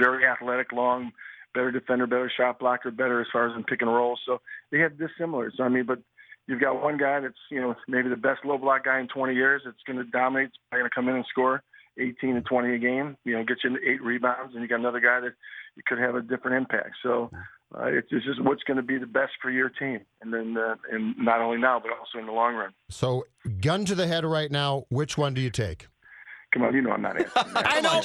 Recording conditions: phone line